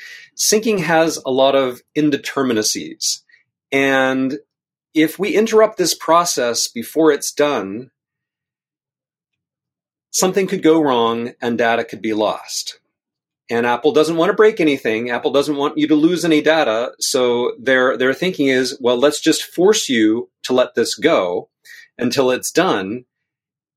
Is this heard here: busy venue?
no